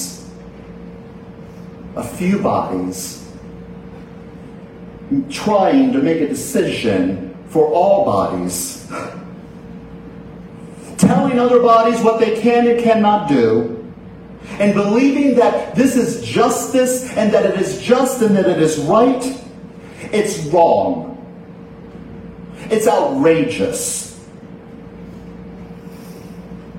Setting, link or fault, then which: setting, large echoing room